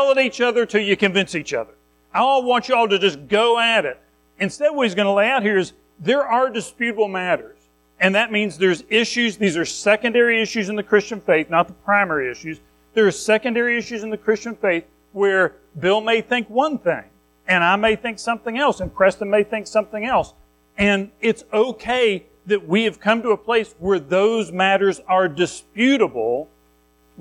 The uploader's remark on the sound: Recorded at Madison Baptist Church in Madison WV on Oct 22, 2023